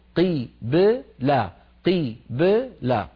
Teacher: ساكنة قبلها مكسور بعدها مفتوح، فعلى علينا أن نخرج الباء ساكنة غير متأثرة بالكسرة قبلها، فلا نقول قبلتهم ولا متأثرة بالفتحة بعدها